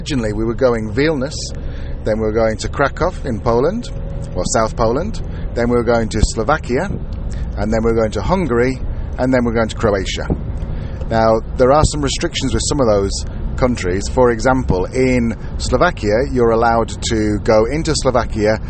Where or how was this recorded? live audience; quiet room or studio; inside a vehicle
inside a vehicle